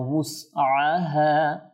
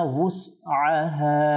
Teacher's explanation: এটা ওয়াও, ওয়াও পেশ উ, এটা উ হবে না, উ হলে হামজা হয়ে যাবে। উস ওয়াও সিন পেশ উস, উসআহা।